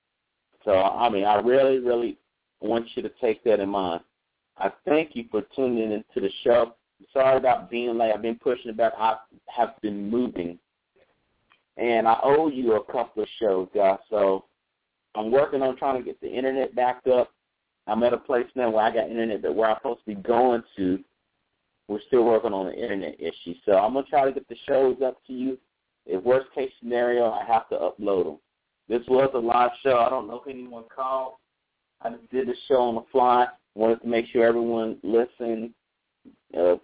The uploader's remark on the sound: Call in live show